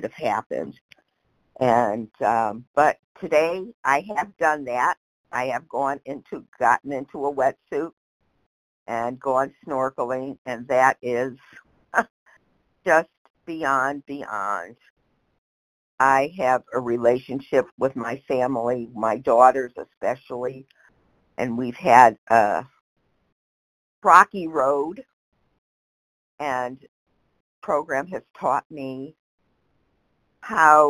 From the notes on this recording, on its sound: 100 Pounders Phone Meeting